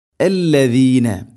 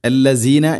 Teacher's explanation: നാവിൻ്റെ അറ്റം മുൻപല്ലുകളുടെ ഇരുനിരകൾക്കിടയിലൂടെ അല്പം പുറത്തോട്ട് നിൽക്കണം · Shown in: first take